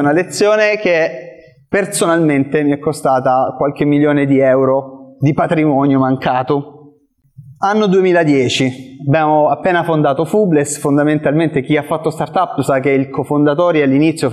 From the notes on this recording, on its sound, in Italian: Questo è l’audio del meetup che si è svolto a Roma il 20 aprile 2023.